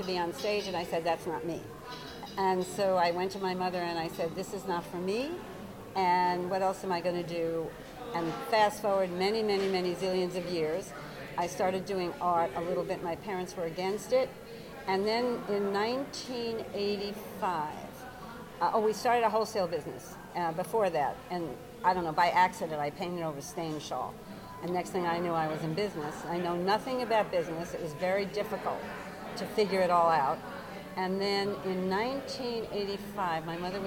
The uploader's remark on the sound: Live From The Edison Hotel Times Square